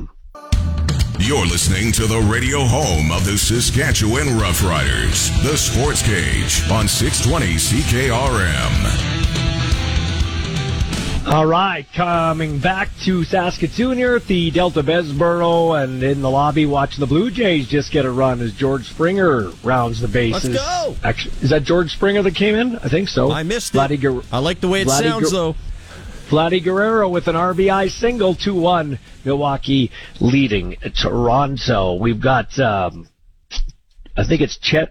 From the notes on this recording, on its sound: LIVE from Saskatoon #Riders Training Camp